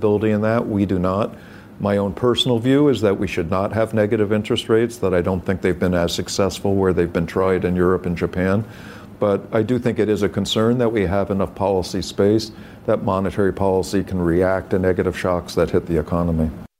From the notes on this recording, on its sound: is live at the New York Stock Exchange